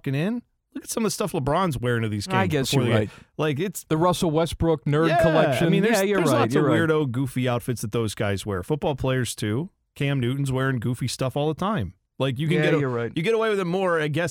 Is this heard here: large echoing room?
no